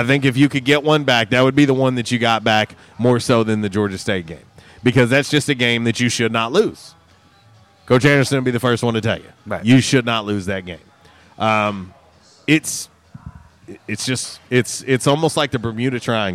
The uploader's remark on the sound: LIVE from JTown's Grill!